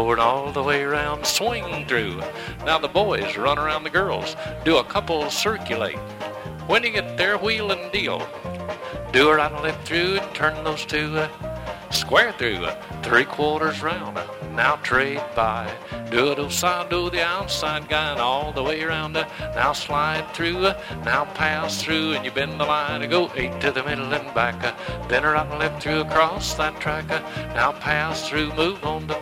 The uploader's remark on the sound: from the 1976 Hi Hat Records Staff Trails-In Dance held in Stanton, CA.